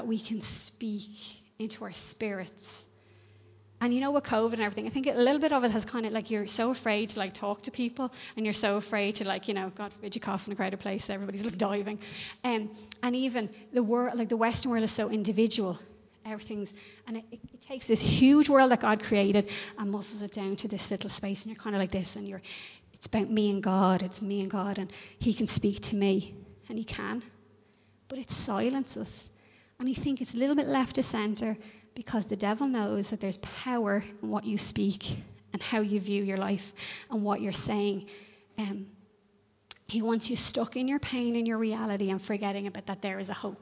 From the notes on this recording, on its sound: Recorded live in Liberty Church.